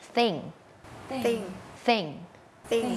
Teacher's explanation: เป็นเสียงแบบ unvoicedคือออกมาแค่ลมเราเอาลิ้นเนี่ยมาวางตรงกลางระหว่างฟันบนกับฟันล่าง